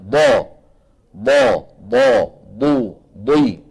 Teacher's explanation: الضاد كما ذكر أئمتنا من حافة اللسان اليمنى أو اليسرى أو منهما معا مع ما يحاذيه من الجدار الداخلي أو الصفحة الداخلية للأضراس العليا